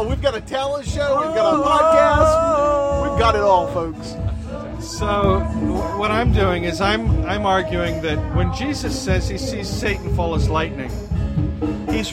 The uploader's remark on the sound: podcast from the Wild Goose Festival